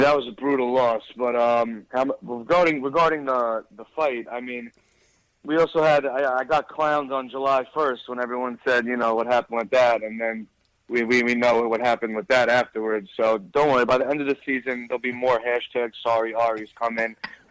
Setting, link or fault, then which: link, phone line